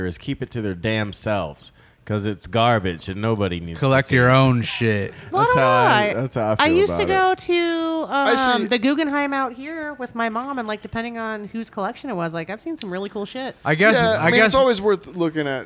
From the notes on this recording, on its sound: Recorded at West Coast Tattoo Parlor in Las Vegas, NV.